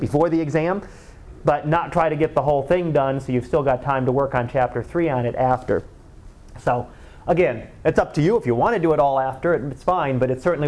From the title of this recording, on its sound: Live Class Lecture